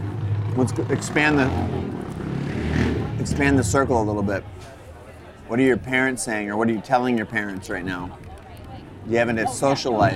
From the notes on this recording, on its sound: Instead of the usual studio conversation. Recorded the show while grabbing a burger & margarita just around the corner from CreativeLive in Seattle. It’s a bit loud at times, but I think the ‘fly on the wall’ experience is absolutely worth it.